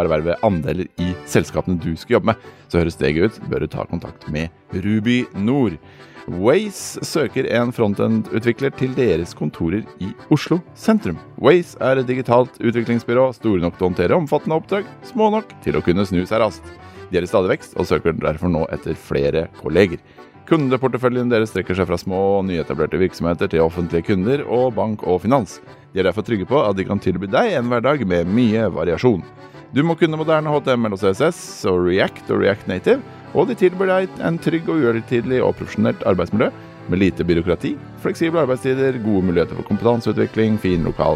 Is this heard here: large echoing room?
no